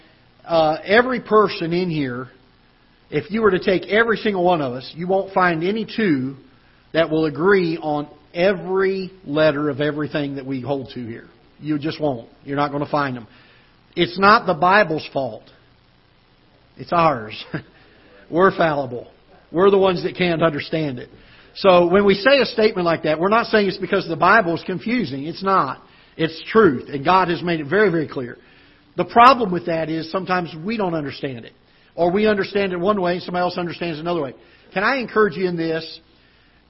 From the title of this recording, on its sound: Ketha Heights Baptist Church ~ Live Broadcast